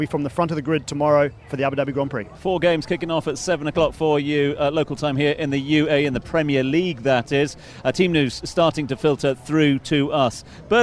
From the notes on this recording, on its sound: From the rooftop garden of Barasti